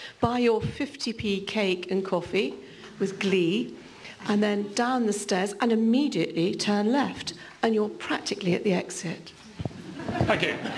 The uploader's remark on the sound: UCL Lunch Hour Lecture